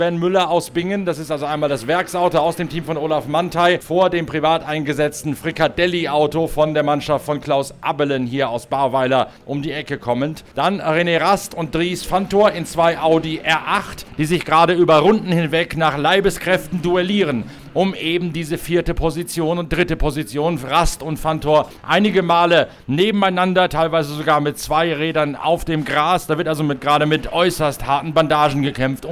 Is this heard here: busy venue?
yes